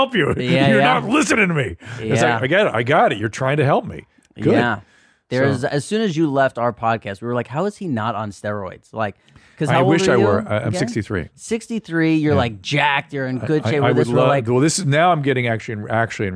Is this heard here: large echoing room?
no